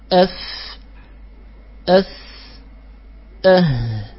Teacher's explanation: فترى أن النفس يخرج بخفة عند النطق بهذه الحروف · Term: الهمس